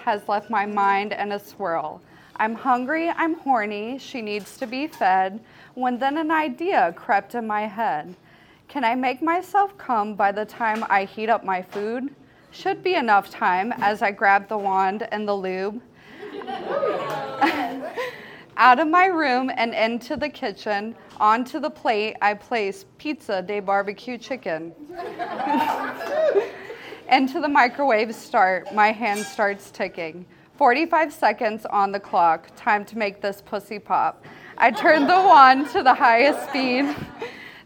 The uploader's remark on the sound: Recorded in February 2023 at Petra's. Goes south is a live storytelling event out of Charlotte, NC. This podcast combines audio recordings from these live events to share with you! Goes south live events take place on the 3rd Tuesday of the month at Petra's in Historic Plaza-Midwood, Charlotte, NC.